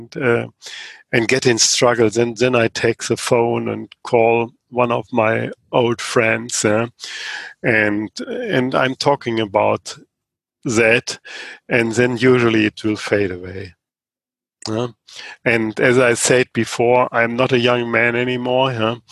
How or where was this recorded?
video call